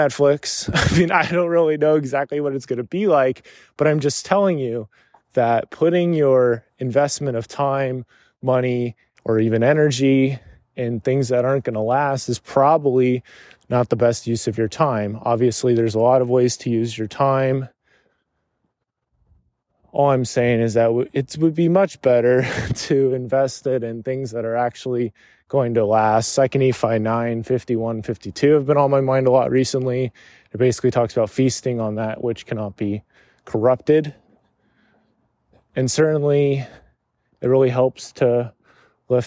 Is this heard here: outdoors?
yes